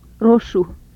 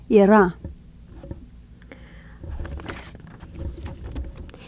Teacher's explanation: A voiced alveolar tap